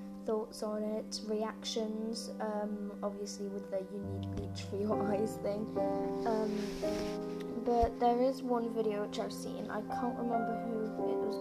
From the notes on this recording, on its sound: Sorry about background noise too